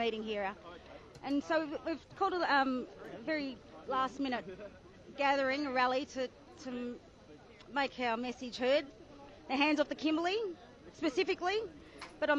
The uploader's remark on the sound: Live reporting from the March 13 rally against the proposed forced closure of remote Indigenous communities in WA. Includes interviews, speechs, and some general recording of the protest.